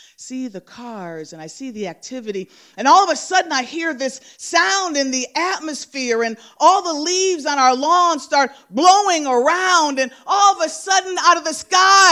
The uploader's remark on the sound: Live at The Mouth Off. The Mark Twain House in Hartford, CT.